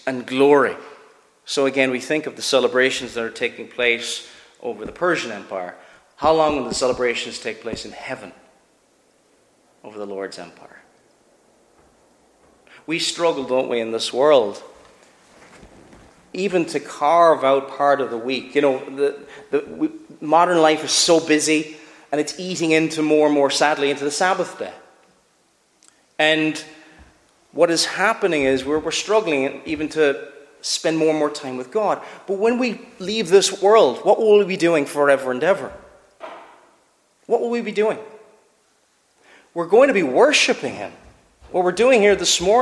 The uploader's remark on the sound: Preached at Shettleston Free Church.